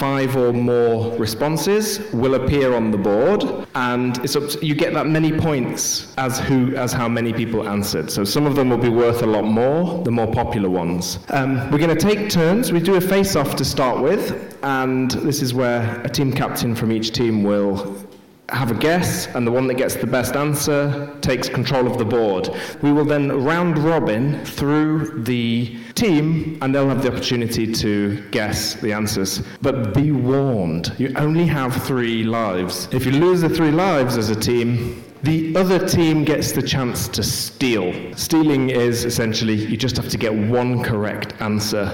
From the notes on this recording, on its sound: live on stage at GopherCon Europe 2022